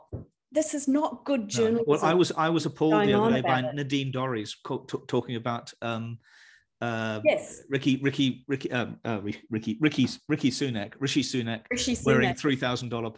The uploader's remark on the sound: The audio of the hour-long webinar is in the podcast above.